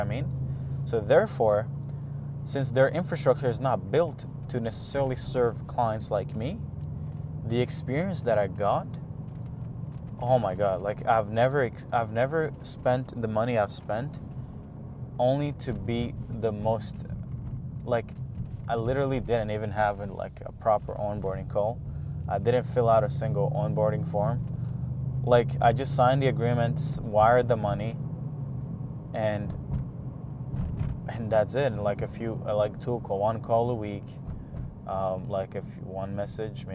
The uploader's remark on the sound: Every morning I go for a drive to get a bagel, so I decided to start taking this time to record a podcast